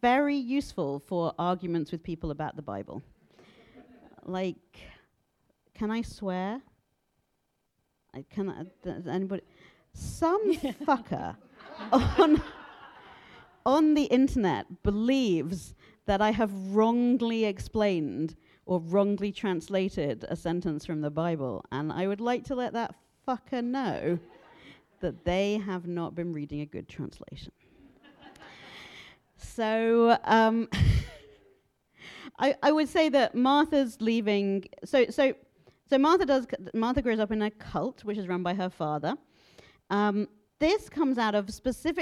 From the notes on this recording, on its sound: live at the Strand Bookstore in New York City